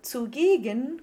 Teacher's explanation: But in the word Zugegen, which means present, the zu is part of the word itself, and therefore it isn't stressed.